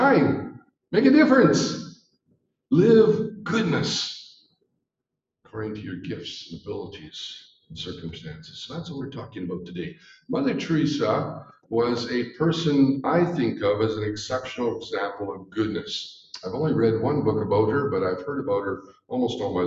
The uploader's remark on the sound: We are *still* working out the kinks with live recordings, thanks for being gracious!